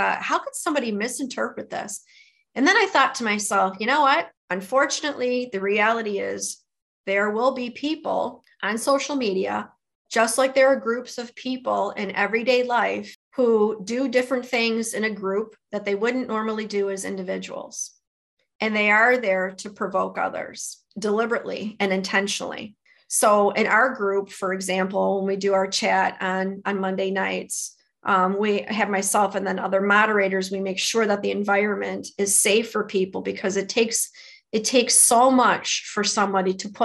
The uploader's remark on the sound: Audio is from our webinar.